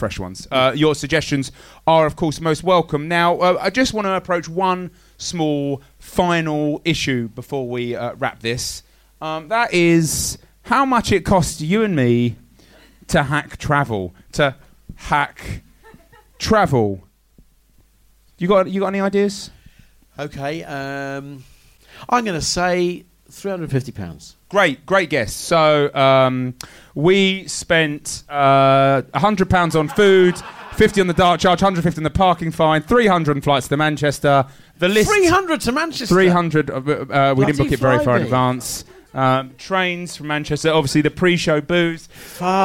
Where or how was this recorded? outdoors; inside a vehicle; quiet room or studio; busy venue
busy venue